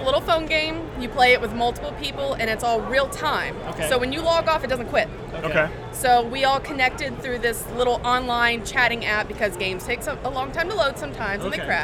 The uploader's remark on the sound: LIVE FROM THE STEEL CITY CON!